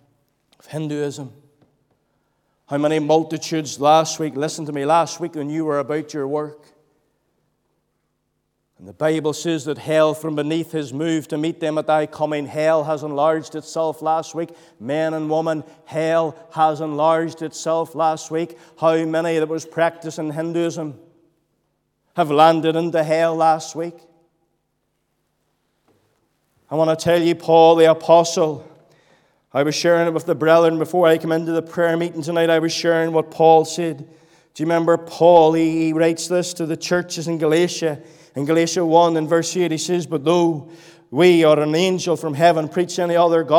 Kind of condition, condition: setting, large echoing room